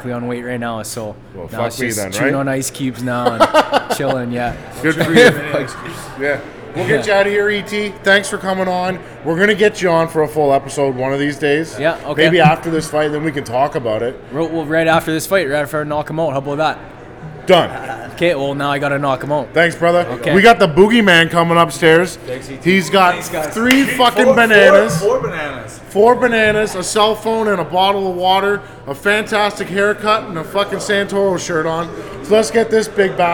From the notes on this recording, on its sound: Live show today from Champs Gym for the KO Boxing 81 Press Conference